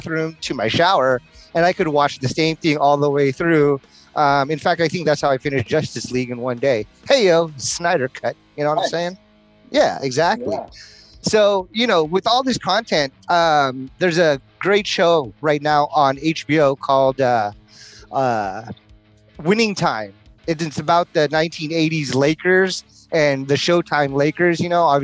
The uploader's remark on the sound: gives us a break down while driving north on the road